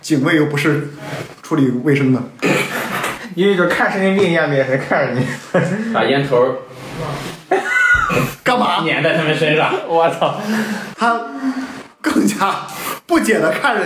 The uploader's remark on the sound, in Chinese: 因为这次跑团时录制的设备并不专业，再加上环境和大家散座的位置，音质会比较差，调试之后改善不大。